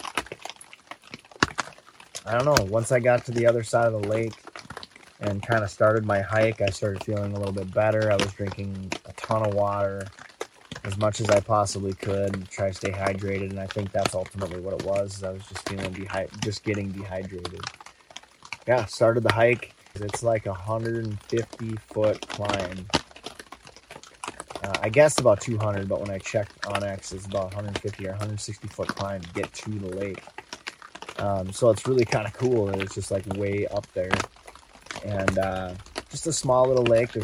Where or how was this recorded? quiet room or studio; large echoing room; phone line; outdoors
outdoors